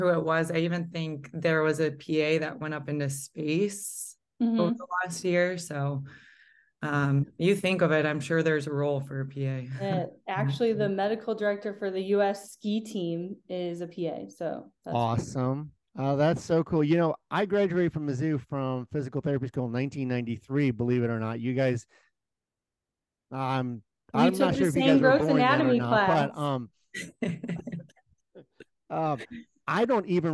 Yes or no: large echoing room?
no